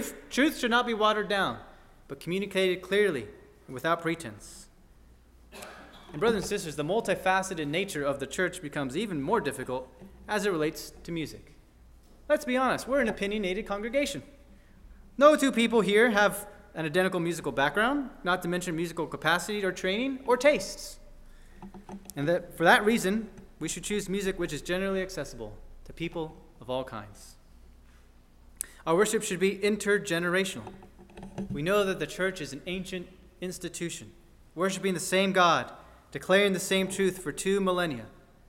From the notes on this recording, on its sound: At First Baptist Church in Delphi, Indiana.